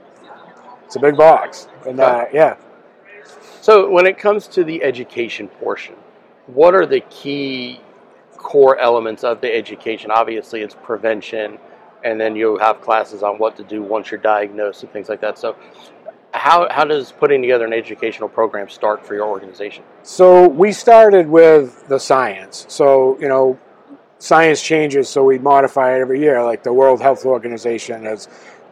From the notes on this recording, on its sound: Here, we hit the road and have conversations. On location at Firehouse Expo in Columbus, Ohio.